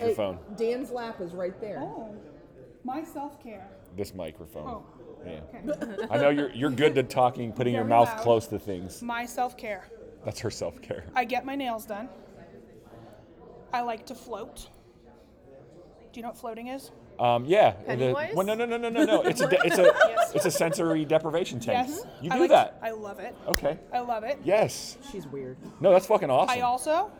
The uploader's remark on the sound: Live From the Texas Animal Control Association's 48th Annual Training with the Humane Educators of Texas.